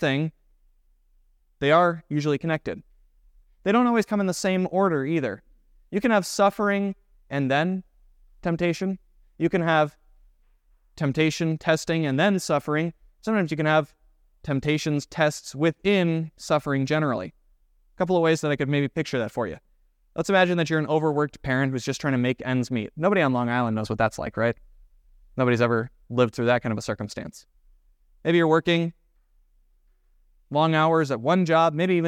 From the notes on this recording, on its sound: was preached at Grace of God Lutheran Church